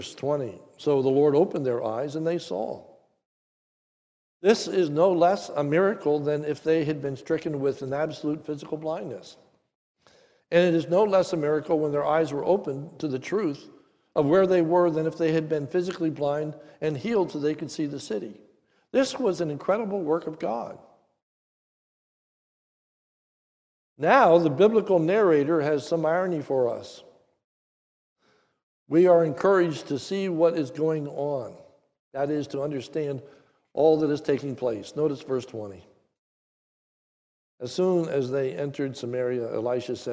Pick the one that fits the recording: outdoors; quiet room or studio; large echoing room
large echoing room